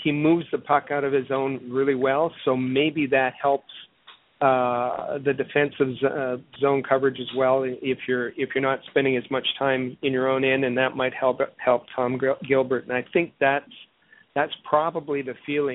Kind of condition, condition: link, phone line